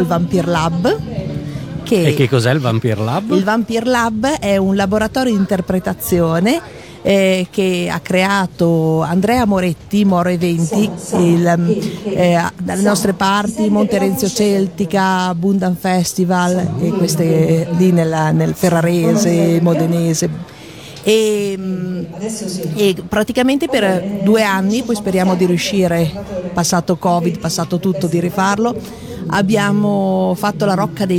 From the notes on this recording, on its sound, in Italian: Da San Marino Comics 2020 la nostra intervista